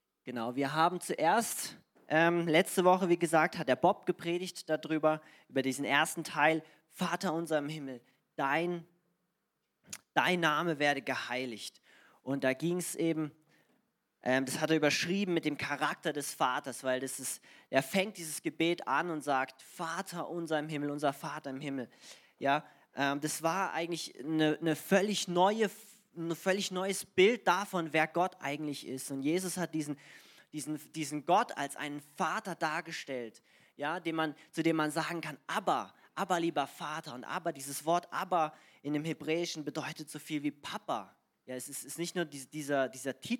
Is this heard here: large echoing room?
yes